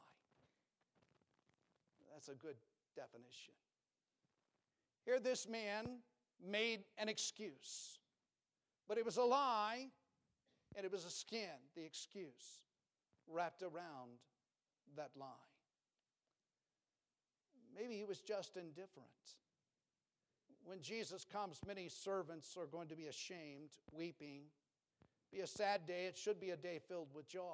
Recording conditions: large echoing room